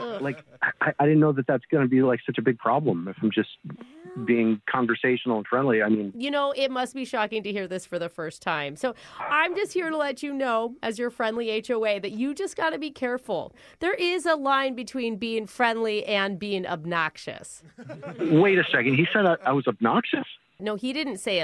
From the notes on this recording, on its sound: Phone Tap